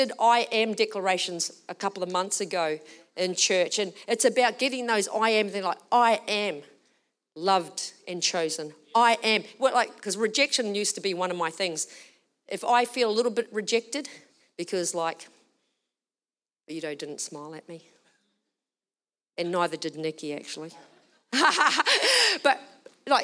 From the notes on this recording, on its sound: Recorded during our Melbourne service on Sunday, the 27th of August 2023.